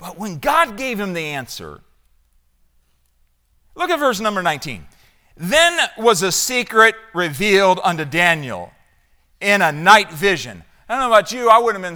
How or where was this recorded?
large echoing room